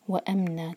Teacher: وَأَمْنَا، اگر یہاں پر سانس ٹوٹتی ہے تو یہاں رک جائیں، وَأَمْنَا کہہ کر، نون پر فتح کی تنوین ہے تو یہاں پر ہوگا مد عوضانی تنوین، دو حرکات کھینچ کر پھر رکیں گے